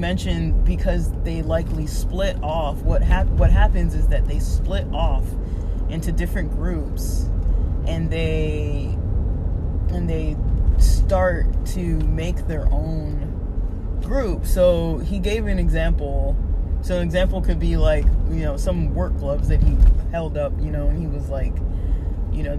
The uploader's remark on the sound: SLOPPY QUALITY. I attempted to record this while driving and using a new wireless Bluetooth mic. Then I couldn’t use the mic anymore so I tried recording while driving.